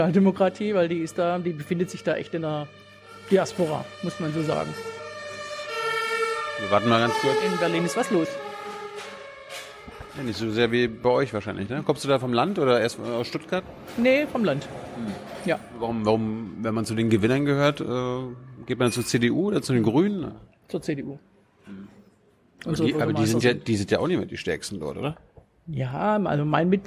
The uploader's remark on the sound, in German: September 2019 in der Berliner Buchhandlung Ocelot (Brunnenstraße) aufgezeichnet.